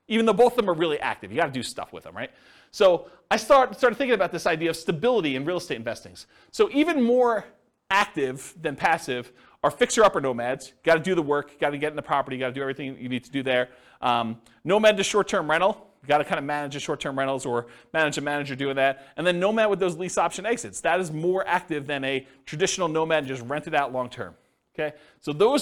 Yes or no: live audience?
yes